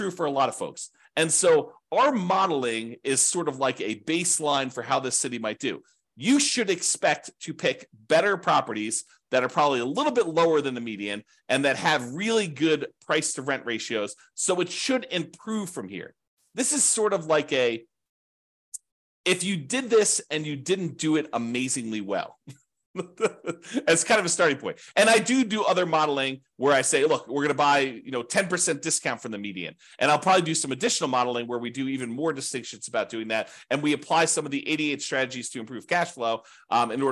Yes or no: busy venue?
no